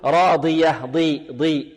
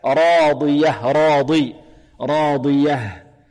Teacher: طيب لسعيها راضية راضية، وإن كانت مكسورة فهي في أقل مراتب التفخيم، في أقل مراتب التفخيم. والضاد هذه فيها صفة قوية أخرى وهي صفة الإطباق · Shown in: second take